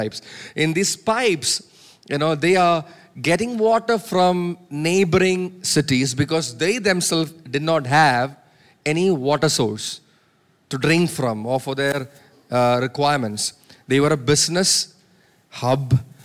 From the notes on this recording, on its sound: preached at Sunday Service on 3 September 2023 at Revelation Church